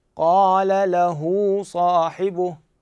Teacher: هذه الضمة اللي موجودة على الهاء نطيلها بحيث يتولد من عندها حرف واو، يعني تصير واو صغيرة.